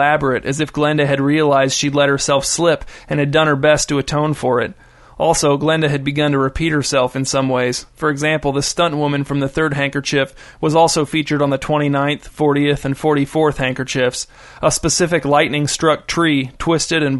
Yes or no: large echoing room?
no